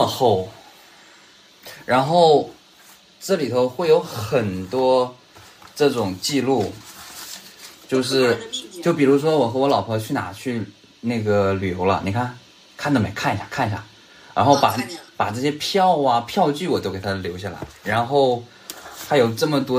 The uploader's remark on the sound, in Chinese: 那天我居然没有用腾讯会议去录而是用了手机去录